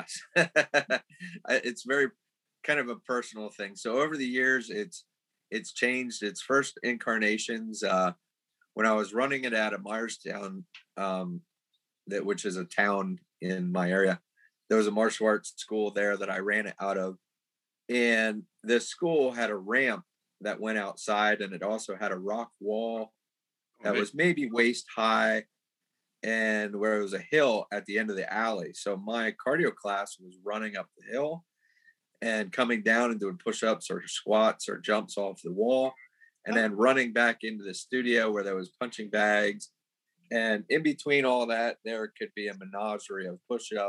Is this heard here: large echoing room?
no